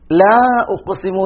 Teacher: അപ്പൊ ഇവിടെ ല എന്നുള്ളതിന്റെ അടിസ്ഥാനം ലയാണ്, ല ഉഖ്സിമു, ല ഉഖ്സിമു. അത് ഉച്ചാരണത്തിന്റെ എളുപ്പത്തിന് വേണ്ടിയിട്ട് അതിനെ ഇഷ്ബാൾ ചെയ്ത് നീട്ടി ലാ ഉഖ്സിമു എന്നാക്കിയതാണ്.